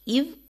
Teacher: இவ் இது மேல்வாய்ப்பல்லை கீழ் உதடு பொருந்துவதால் பிறக்கிறது.